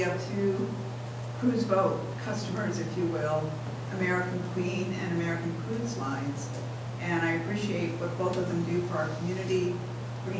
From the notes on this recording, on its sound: Live recording of Astoria City Council Meeting. This council meeting was held on a Tuesday night instead of the usual Monday, because of the Labor Day holiday.